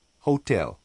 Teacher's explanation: La H de hotel es más suave que la J de jabón. La E de la segunda sílaba lleva el acento tónico y se pronuncia E.